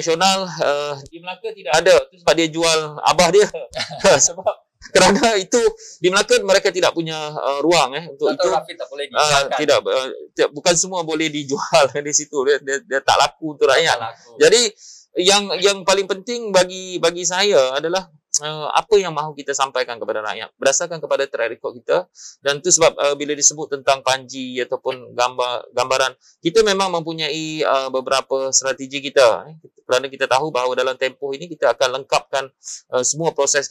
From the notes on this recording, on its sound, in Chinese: 本集访谈为现场录音，收音效果不佳，收听时造成任何不适，敬请原谅